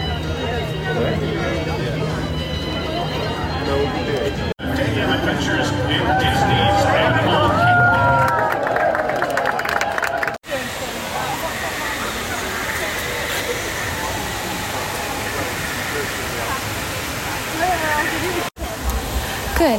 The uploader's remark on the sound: Live from Disney. Live from the parks.